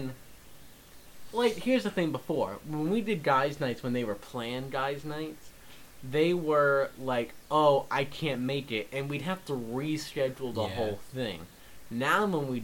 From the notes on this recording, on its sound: I know the quality isn't the greatest